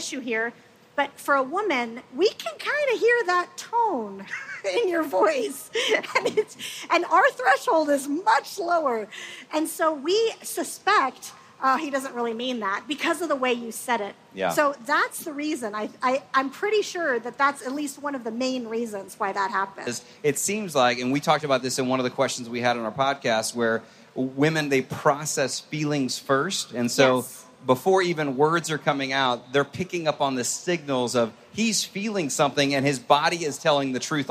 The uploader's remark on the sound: Gathered from a live audience at FamilyLife's Love Like You Mean It cruise.